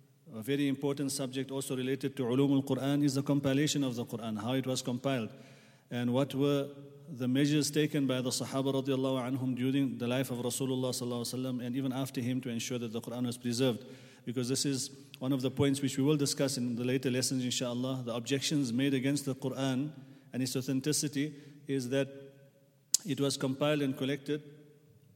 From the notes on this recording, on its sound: at the Houghton Masjid (West Street)